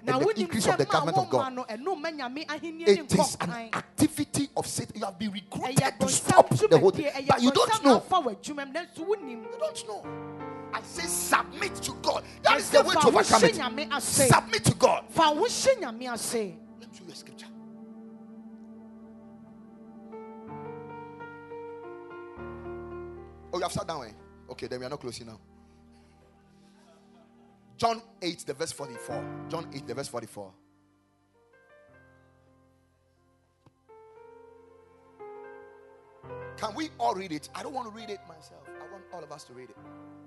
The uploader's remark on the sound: Preached at the Ekklesia Campus.